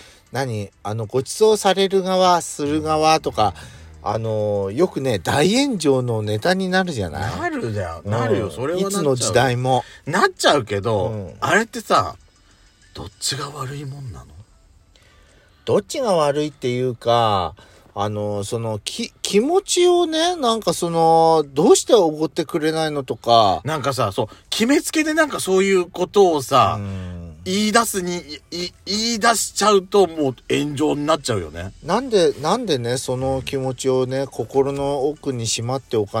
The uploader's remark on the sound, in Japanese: パーキング収録